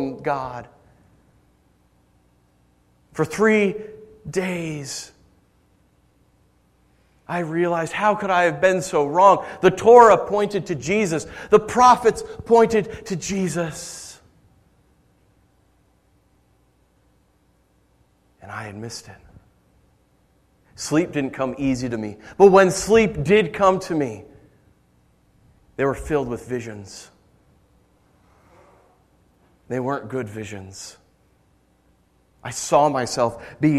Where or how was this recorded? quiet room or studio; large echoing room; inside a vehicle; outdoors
large echoing room